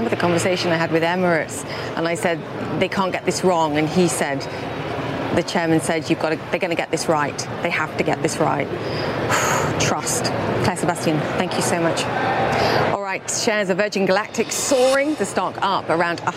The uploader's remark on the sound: live from the New York Stock Exchange